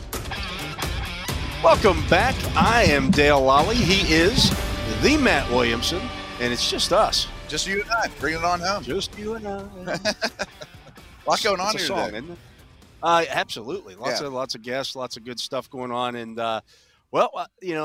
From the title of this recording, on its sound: The Drive LIVE from the NFL Combine